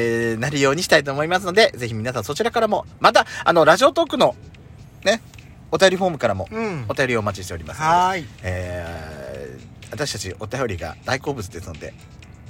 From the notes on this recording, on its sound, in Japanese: パーキング収録